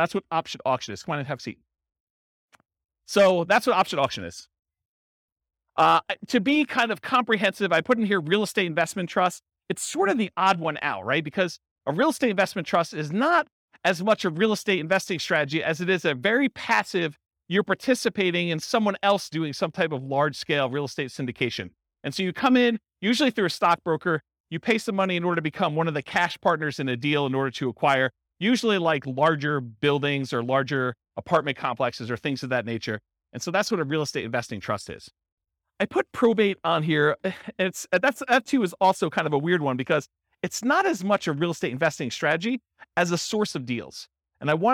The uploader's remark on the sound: Real estate entrepreneurs in Sterling Heights, Michigan. This was a live class recorded.